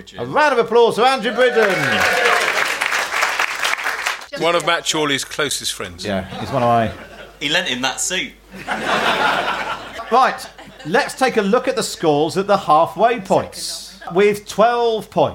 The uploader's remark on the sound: In front of a live audience in London.